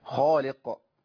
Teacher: ده هي الخاء، نملا الفم بيها، لان الخاء هنا في اعلى مرتبه، خاء مفتوحه وبعدها ايه؟ الف